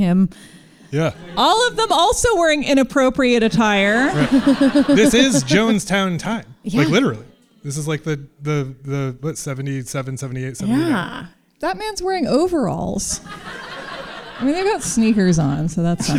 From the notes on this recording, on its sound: LIVE ON STAGE AT THE GATEWAY THEATER IN SAN FRANCISCO